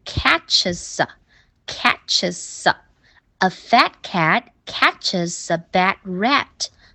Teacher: 所以这个 s 和 a 一连读就变成一个音了，就变成 s。s，所以是 catches A fat cat catches a badrat。读快一点，A fat cat catches